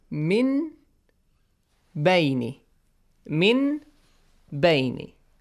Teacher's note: So we change that Nun sound to a hidden or a half meme. Half meme, okay? A half meme with a nasal sound. · Term: إقلاب